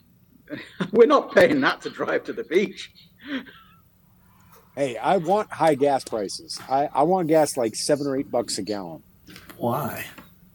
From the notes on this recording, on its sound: There is some kind of echo on this one, probably had my mic level too high.